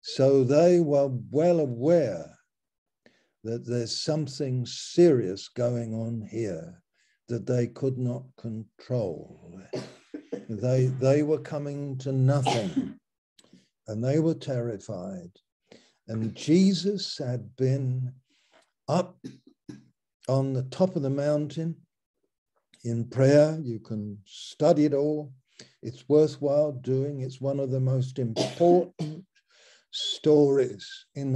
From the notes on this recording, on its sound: Malaysia Meets (Zoom).